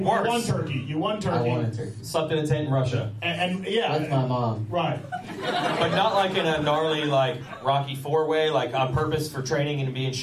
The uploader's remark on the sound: Pulpmx LIVE Podcast Show from Works Connection. Take some audience questions.